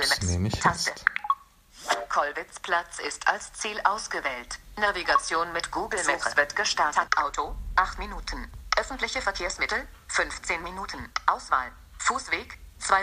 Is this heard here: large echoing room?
no